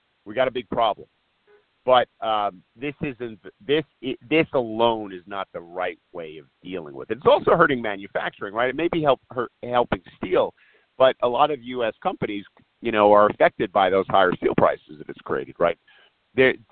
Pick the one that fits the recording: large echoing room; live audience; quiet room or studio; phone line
phone line